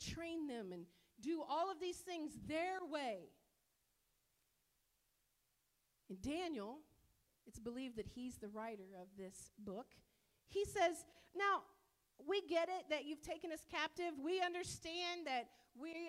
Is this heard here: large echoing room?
yes